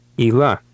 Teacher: the Lithuanian Y has a long E sound